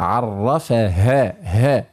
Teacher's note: أخرج الهاء تكاد تكون من الصدر